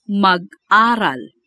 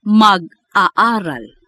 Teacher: The hyphen denotes a glottal stop after mag.